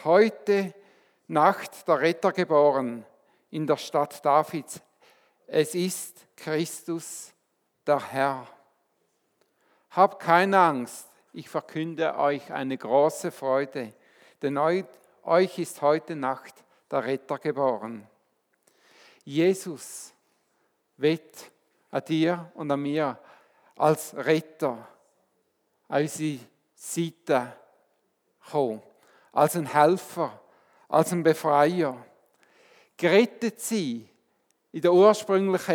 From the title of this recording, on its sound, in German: Weihnachtsgottesdienst